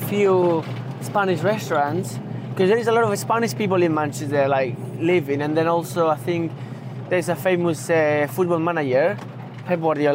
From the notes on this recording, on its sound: A beautifully restored 1964 VW Samba Bus for the drive around the Manchester Arena, Hits Radio, Bury Golf Club and Bury Cemetery. Given its vintage, the Samba is a little noisy at times; but what she lacks in sound proofing, she makes up for in style!